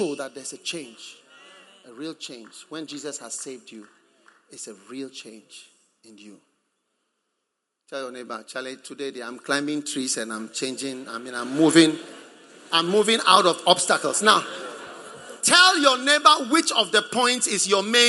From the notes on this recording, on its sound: Preached at the Prophetic Encounter Service.